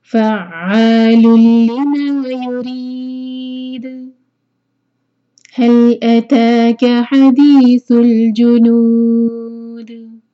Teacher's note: آیا 17, هل اتاك حدیث، دو حرکہ مد طبعی، حدیث الجنود، نو چار حرکہ مد عربی لسکون اور دال کو سکون دیں گے تو یہاں پر قلقلہ کرنا ہوگا